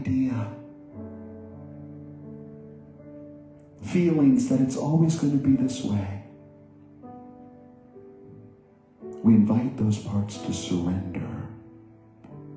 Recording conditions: large echoing room